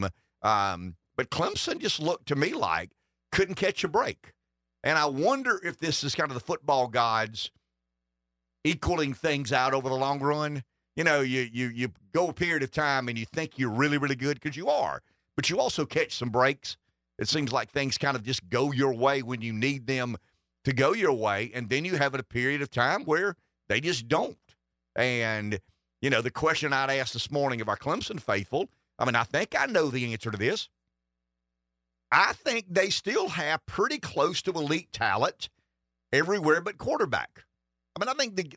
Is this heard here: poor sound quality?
no